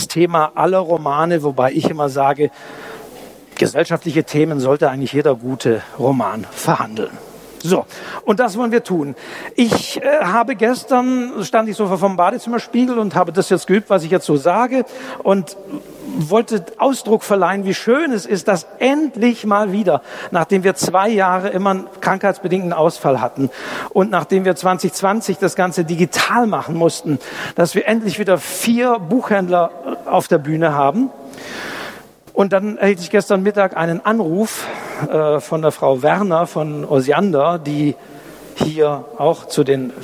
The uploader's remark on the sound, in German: Live-Mitschnitt. Das Literarische Buchhandelsquartett auf den Stuttgarter Buchwochen hat Tradition. Vier Buchhänderinnen und Buchhändler aus dem Raum Stuttgart sprechen über vier Bücher des Herbstprogramms und diskutieren live vor Publikum.